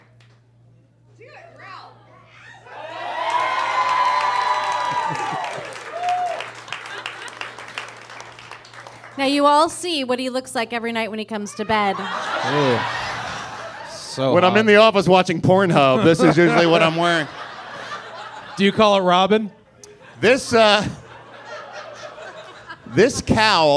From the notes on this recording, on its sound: In front of a LIVE sold out audience at the world-famous Improv Comedy Club in Hollywood. The crowd was amazing!